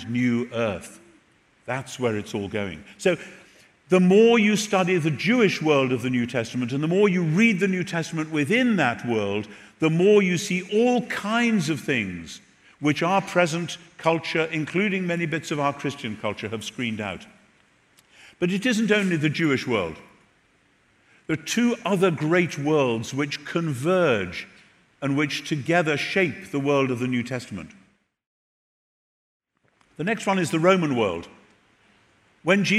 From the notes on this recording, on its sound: Recorded at The Rock Church, San Diego